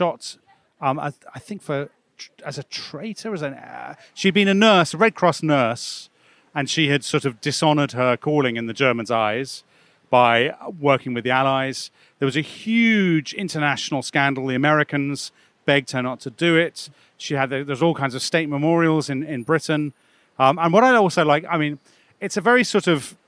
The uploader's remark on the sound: Take a walking tour of central London to examine the statues of Trafalgar Square and explore the stories behind them.